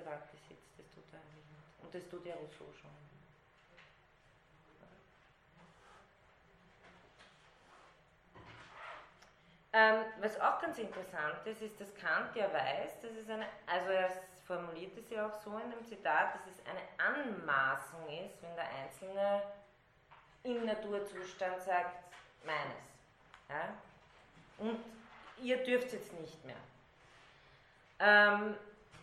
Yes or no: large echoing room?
yes